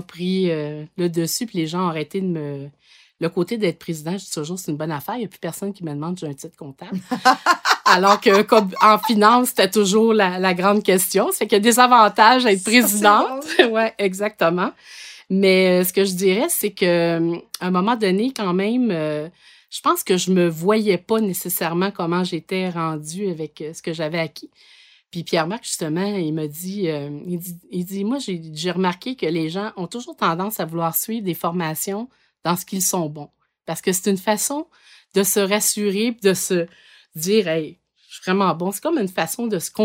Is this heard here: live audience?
no